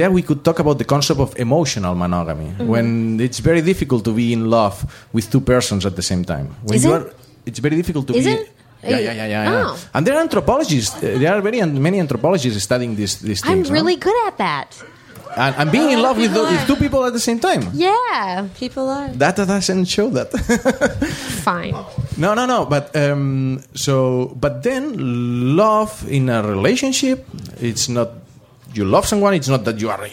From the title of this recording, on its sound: Live in DC